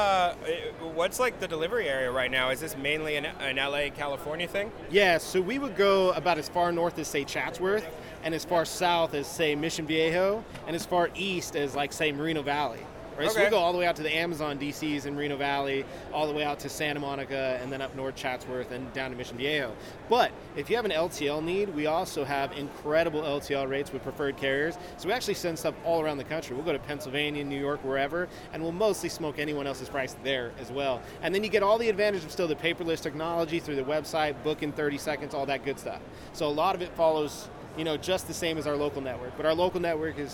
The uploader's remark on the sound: Live from ISS in Long Beach! Recorded Live at ISS 2018 in Long Beach CA.